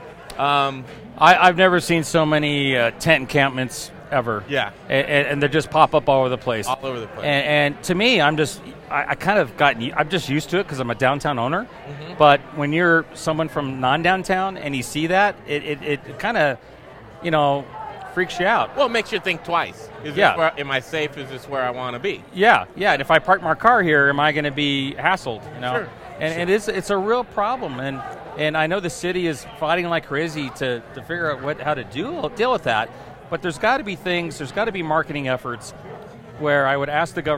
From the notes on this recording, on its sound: Close you can hear the crack of the bat! Live at Blake St. Tavern for opening day! Close to Coors field you can hear the crack of the bat!